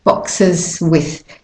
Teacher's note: You may have to stop on the S slightly, hold it a smidge, a tiny bit longer, so that you can then prepare your mouth for the W or whatever consonant is after it